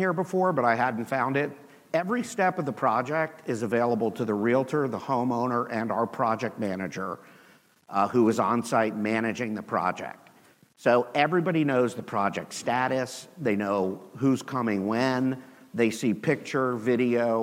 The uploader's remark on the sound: with the audience at the HyperFast Sales Summit